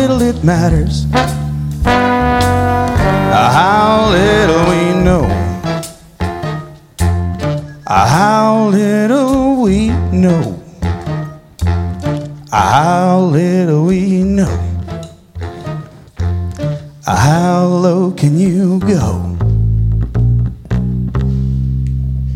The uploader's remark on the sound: Live at the South Point Casino.